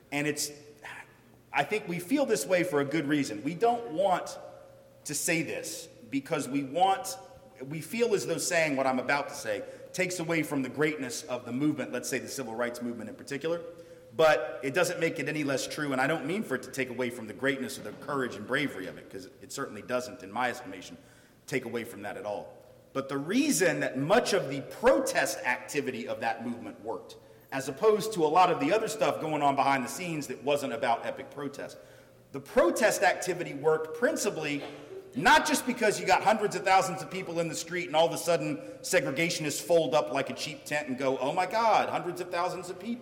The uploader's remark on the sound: The University of Washington’s Kane Hall. As part of the UW Graduate School public lecture series “Equity and Difference: Privilege.”